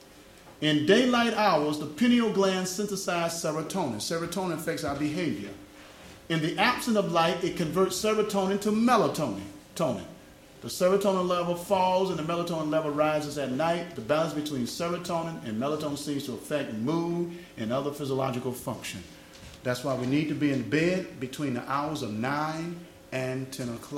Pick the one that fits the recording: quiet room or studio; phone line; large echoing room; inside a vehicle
large echoing room